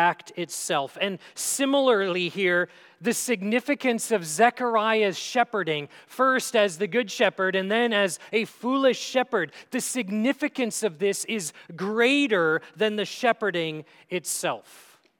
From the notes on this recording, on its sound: at Grace City Church in Fargo, North Dakota